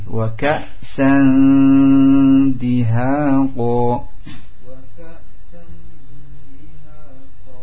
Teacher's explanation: Jadi jangan terlalu jelas nunnya.